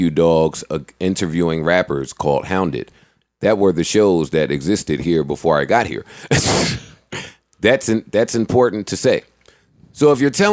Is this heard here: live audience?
no